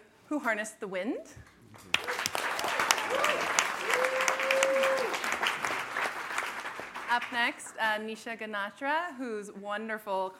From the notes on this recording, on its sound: This episode was recorded on January 27, 2019, in front of a live audience at the SundanceTV HQ on Main Street in Park City, UT during the 2019 Sundance Film Festival.